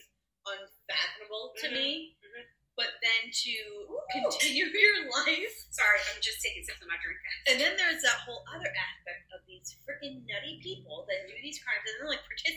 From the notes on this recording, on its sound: The audio on the episode isn’t great lol we tried.